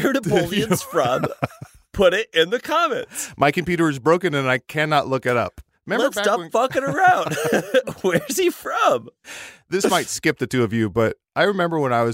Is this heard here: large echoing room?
no